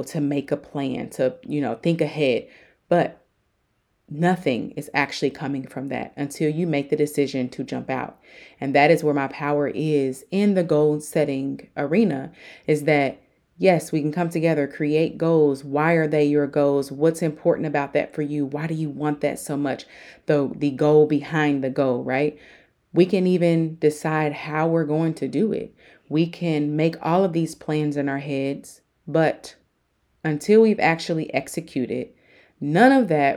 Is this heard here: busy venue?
no